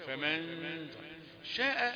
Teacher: من فيها حكم قبل الشين يبقى فيها غنة فمن شاء دي ما هيش بالقصر زي ما انت عملت كده